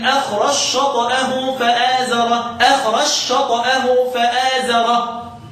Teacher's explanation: يبقى الجيم تضغم في التاء والشين · Term: مدغم